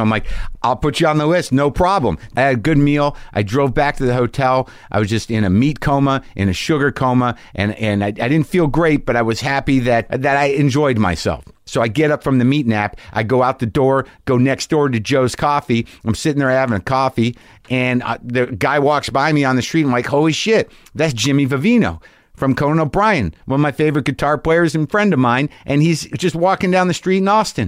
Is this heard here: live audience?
no